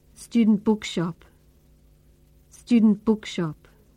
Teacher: You can hardly hear the t sound in student. In fact, our tongue tip moves to the bony ridge behind our front teeth to make this sound. · the consonant ending can be swallowed up in the beginning sound. We pronounce the ending very softly and the beginning more strongly.